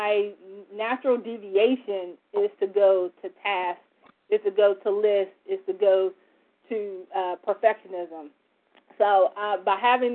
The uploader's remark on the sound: from the 100 Pounders Phone Meeting, 1/24/24